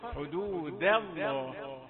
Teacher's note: لم لفظ الجلالة مفخمة ولكنها لا تسبب تفخيم ما قبلها. دال رقيقة لا تفخم بأي حال فلا تقل حدود الله.